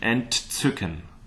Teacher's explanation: to make the word clear, you better speak the T with a very good aspiration. Entzücken so that we get both the T and then the T yes.